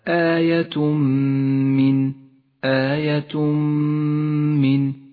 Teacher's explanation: آية من، التنوين وبعده حرف الميم. يدغم التنوين بالميم فيسقط من اللفظ، وتحتاج الميم إلى غنة زمنها حركتان لأنها صارت مشددة · Term: الإدغام بغنة